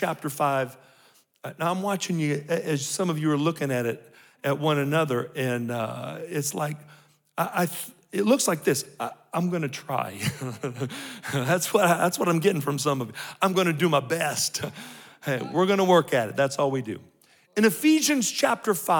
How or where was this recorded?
live audience